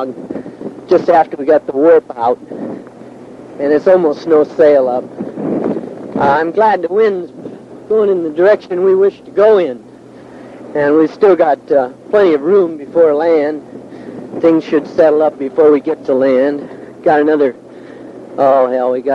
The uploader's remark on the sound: Narration made while surviving a tropical cyclone at sea in a 37’ trimaran